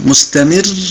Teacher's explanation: يجب على القارئ أن ينتبه لتشديد الراء وعدم تكريرها. أما الراء الساكنة فإنها فيها القابلية للتكرير ولكن بسورة أقل، والمتحركة أيضا بسورة أقل.